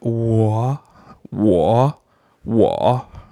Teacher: that last sound on the 我 is kind of like an O, but you open your mouth at the end